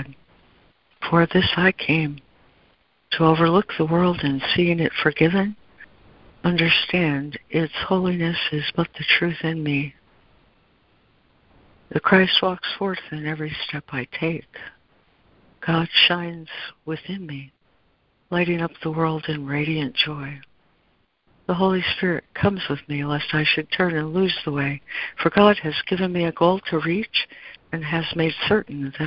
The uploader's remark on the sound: ACIM Daily Conference Call